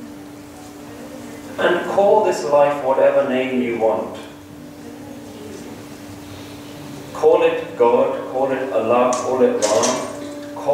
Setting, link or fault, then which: setting, large echoing room